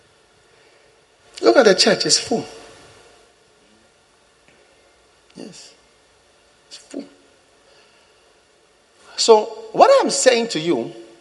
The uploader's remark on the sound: Preached at the First Love Center, Accra.